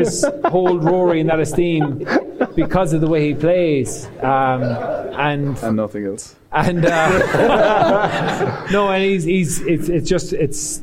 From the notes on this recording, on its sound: The House of Rugby show is on the road! Live in Limerick, at 1314.